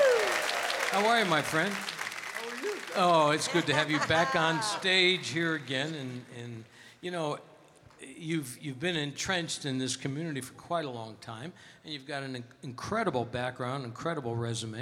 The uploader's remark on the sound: Live at the South Point Casino